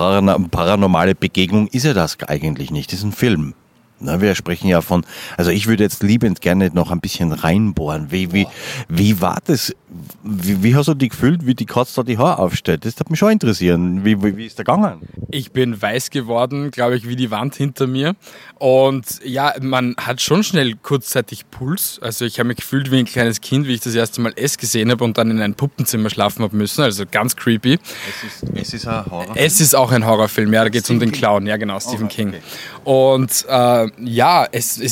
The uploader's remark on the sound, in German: Schnappen sich das "Yellowtech iXm Podcaster" Mikrofon und holen sich tolle GästInnen für die Aufnahme. Diese finden sie auf dem ersten Podfluencer Festival in Neu Ulm.